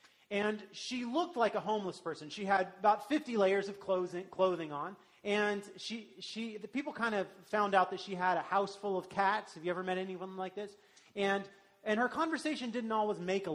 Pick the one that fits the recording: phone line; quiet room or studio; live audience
live audience